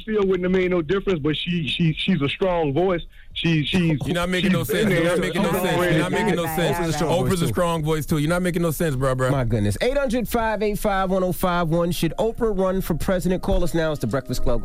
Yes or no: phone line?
yes